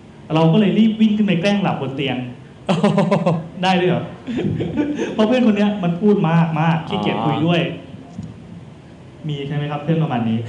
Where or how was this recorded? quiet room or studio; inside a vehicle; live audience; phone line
live audience